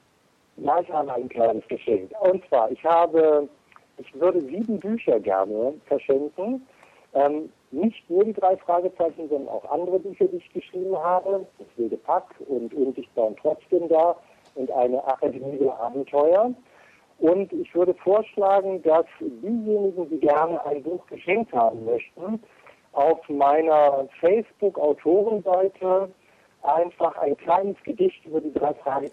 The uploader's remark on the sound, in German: Wir bedanken uns nochmals für das wirklich wunderbare Telefongespräch.